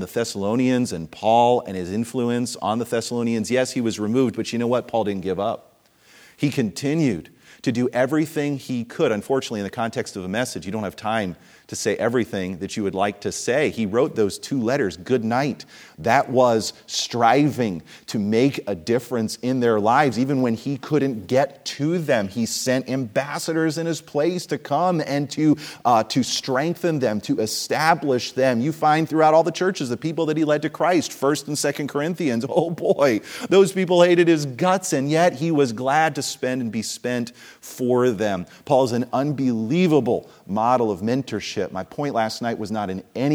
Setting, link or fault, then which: setting, large echoing room